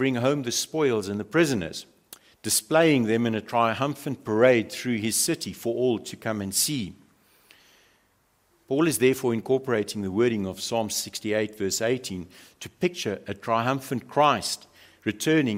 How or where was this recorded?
large echoing room